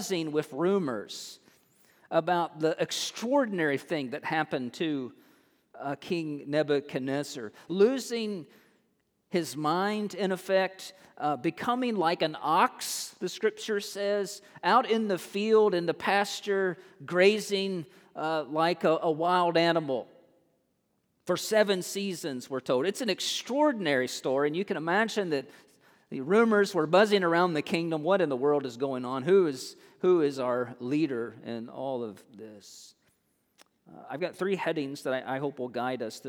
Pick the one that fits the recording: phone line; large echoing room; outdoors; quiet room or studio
large echoing room